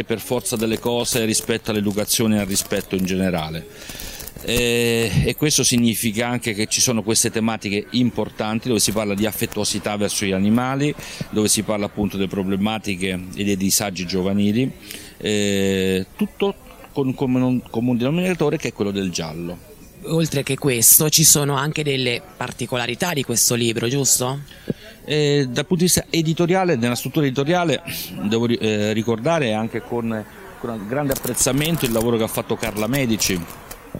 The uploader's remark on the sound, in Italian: Con i microfoni di RTN Radio siamo andati a Passignano s/T a visitare la manifestazione Cartoline dal Trasimeno, nella sua prima edizione e a Deruta, al Book Festival, una importante kermesse dedicata al mondo dei libri.